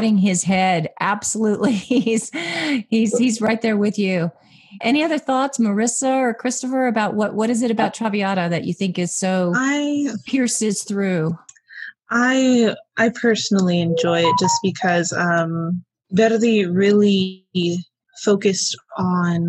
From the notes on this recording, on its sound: three passionate, articulate teenage opera lovers in a Zoom room together